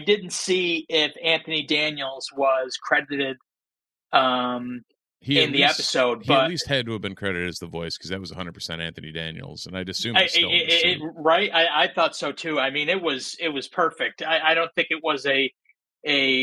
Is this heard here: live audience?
no